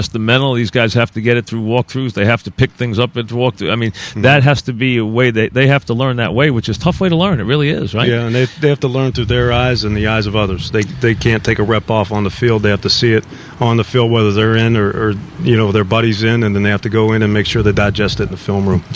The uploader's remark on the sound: live from Giant camp